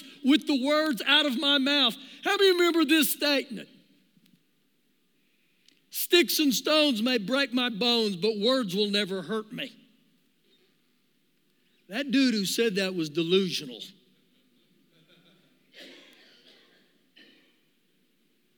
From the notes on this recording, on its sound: Recorded live during our Sunday morning service